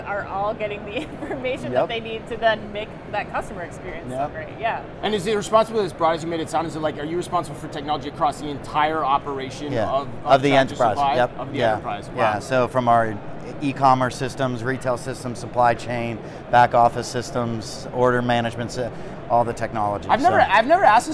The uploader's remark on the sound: Live From NRF 2024